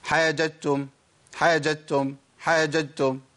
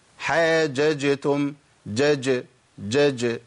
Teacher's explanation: مع تحقيق القلقله عند الايه؟ الجيم الساكنه · Shown in: second take